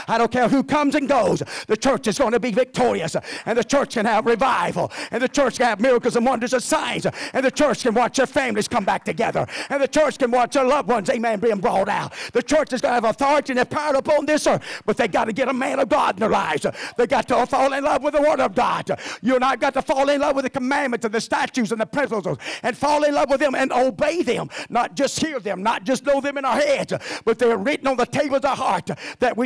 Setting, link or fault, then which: setting, large echoing room